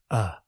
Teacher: Note that the second letter O, the one that appears toward the end of the word, suggests this vowel sound, uh. We call this the neutral vowel sound.